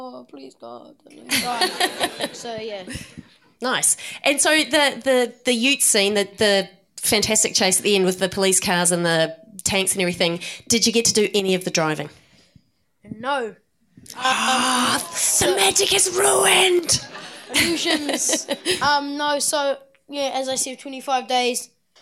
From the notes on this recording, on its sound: Meet The Filmmaker at Cinema Nova. Before a live audience at Carlton's Cinema Nova.